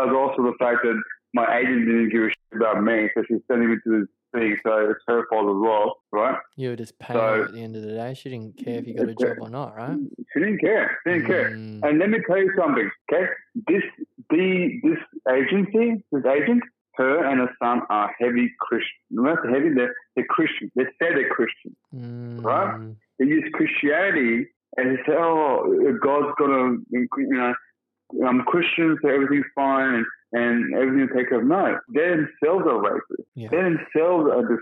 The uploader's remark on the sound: Over-The-Phone Interview. All our podcast episodes are pre-recorded at an independent studio in Sydney, Australia.